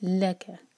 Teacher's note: لکا دو سلیبل والا ورڈ تو لام پر زور دیا جائے گا